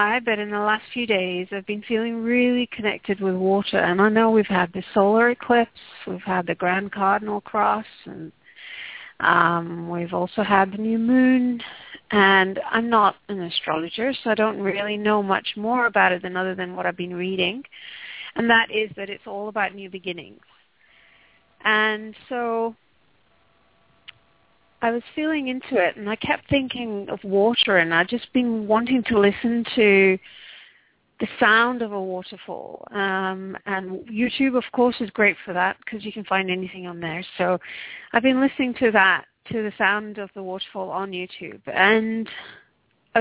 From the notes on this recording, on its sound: Takes your calls for healing live today!